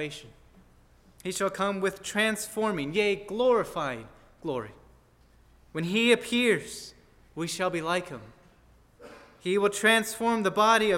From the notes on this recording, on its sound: at First Baptist Church in Delphi, Indiana